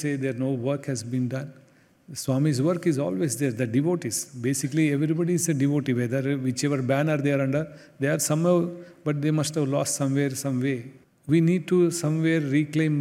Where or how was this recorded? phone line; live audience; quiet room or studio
live audience